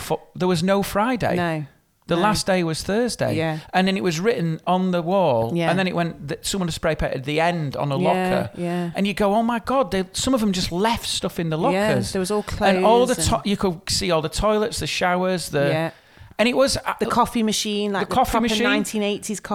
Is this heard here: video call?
no